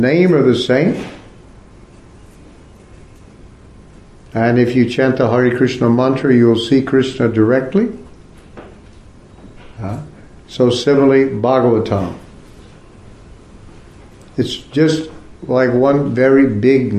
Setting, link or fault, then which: setting, large echoing room